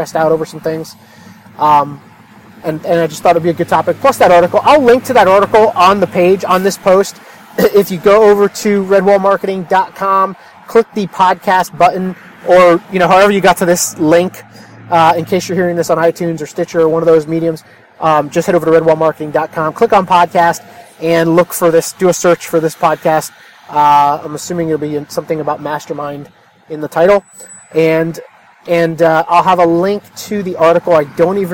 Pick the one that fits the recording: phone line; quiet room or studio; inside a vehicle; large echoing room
inside a vehicle